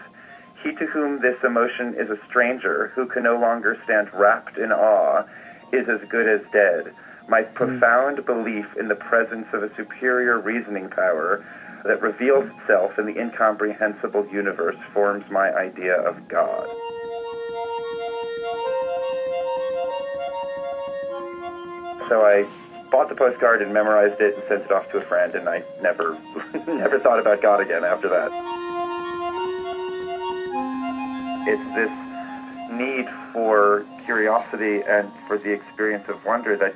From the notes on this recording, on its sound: by phone | digital recorder